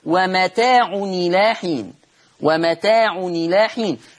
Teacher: تحذف الهمزة للتخفيف ونكسر التنوين لأن حركة الهمز الكسر